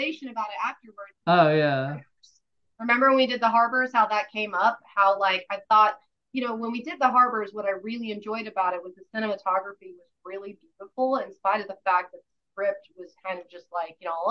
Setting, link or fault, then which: link, video call